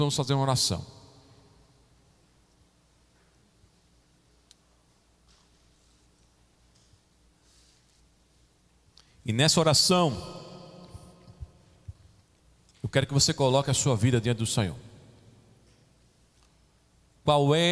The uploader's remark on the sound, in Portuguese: Gravado em 31 de janeiro de 2021 na Igreja Evangélica Congregacional em Candeias.